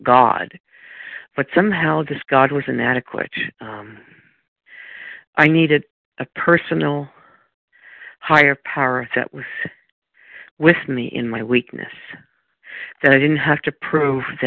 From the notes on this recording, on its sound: from the 100 Pounders Phone Meeting on 12/10/20